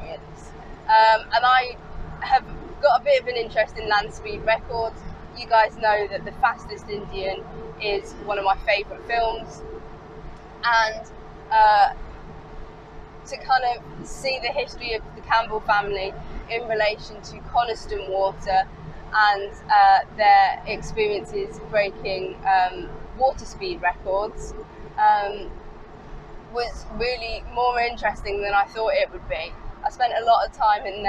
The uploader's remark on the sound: all recorded from my 1968 Morris Minor, Peggy